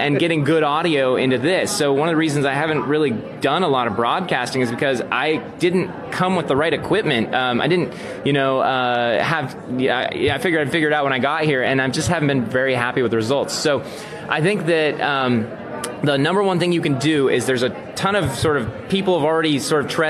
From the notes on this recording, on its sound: Recorded live at VidSummit 2018 in Los Angeles.